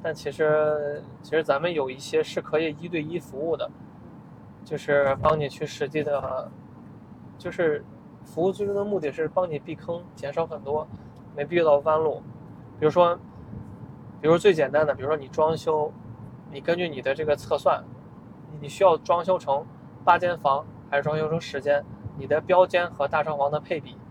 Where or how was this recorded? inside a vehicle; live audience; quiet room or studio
inside a vehicle